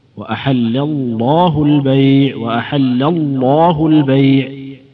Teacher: اللام لفظ الجلالة تفخم إذا سبقت بفتحة أو ضم فقط